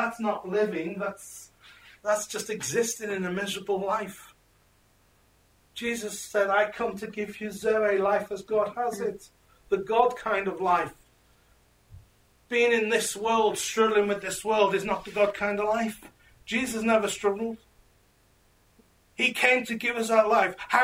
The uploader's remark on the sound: This message was preached at Encounter Revival Centre Church in Crewe, England.